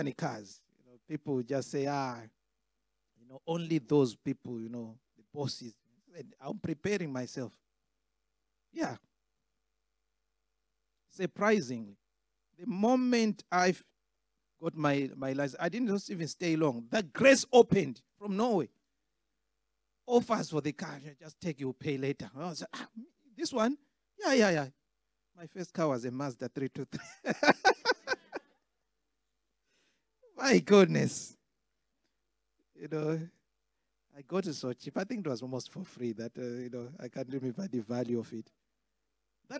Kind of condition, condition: setting, large echoing room